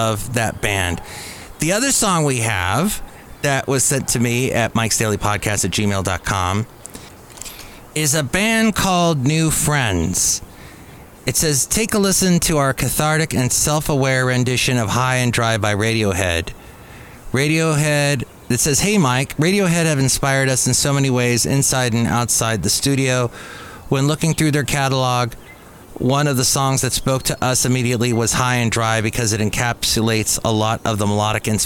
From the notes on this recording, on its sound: podcasts live from Café Anyway